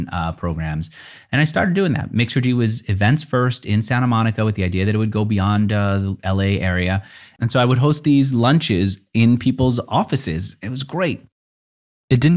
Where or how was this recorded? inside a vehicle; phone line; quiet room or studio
quiet room or studio